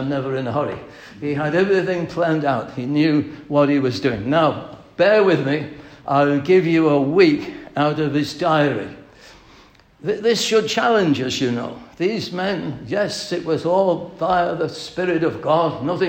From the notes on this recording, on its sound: At the 2023 Britain’s Only Hope - the Gospel Conference